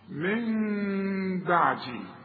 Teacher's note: اقلاب هنقلب النون الى ميم، ونخفيها بالشفايف اخفاء مع الغنه